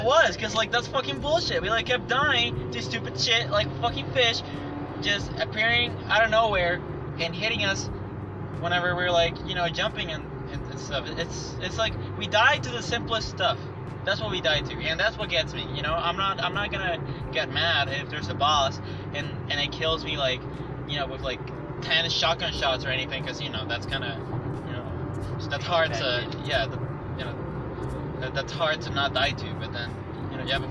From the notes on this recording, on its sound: Record their very first episode while driving on Houston's wonderful roads.